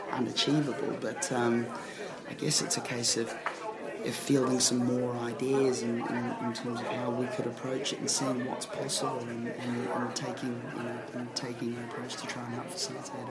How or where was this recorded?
busy venue